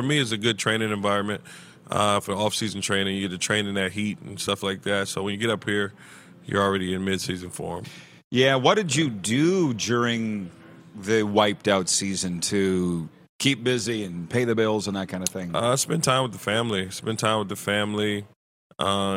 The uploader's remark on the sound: LIVE coverage of the CFL's Grey Cup Week from Baller's Rec Room in Regina, SK!